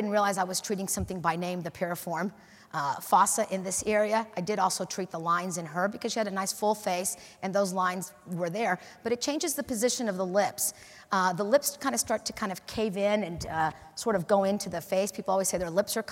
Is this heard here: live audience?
yes